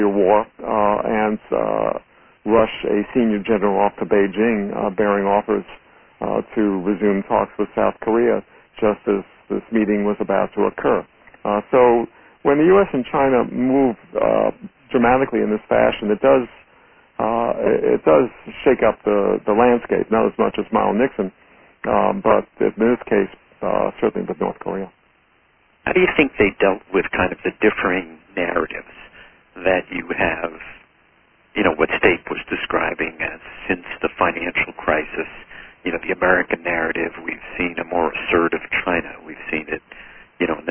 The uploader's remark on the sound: Conference call on June 13, 2013. In a National Committee on U.S.-China Relations conference call.